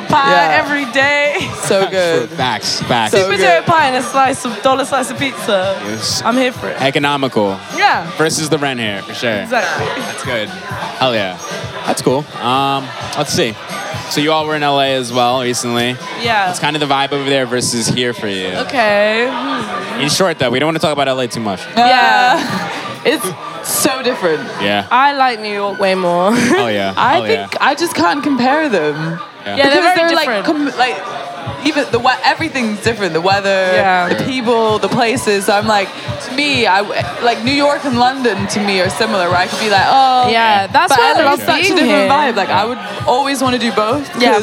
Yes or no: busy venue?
yes